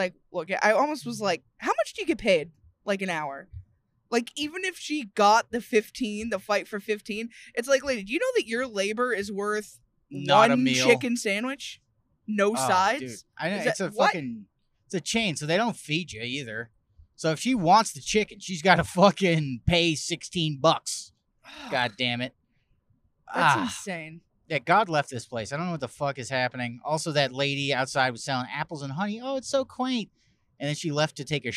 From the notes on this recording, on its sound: We are STILL driving home from Canada this week, and if we didn't hate upstate NY before, we certainly do now!